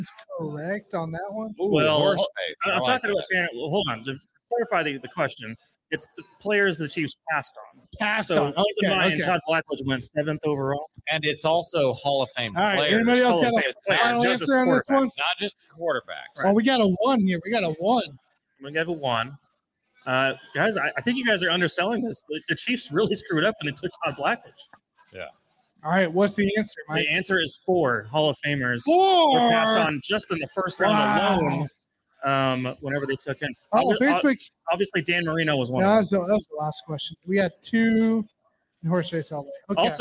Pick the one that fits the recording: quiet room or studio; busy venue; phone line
busy venue